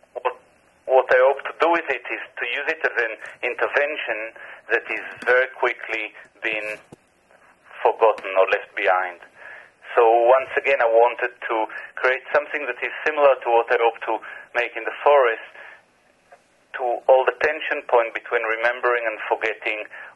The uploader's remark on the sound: Via phone.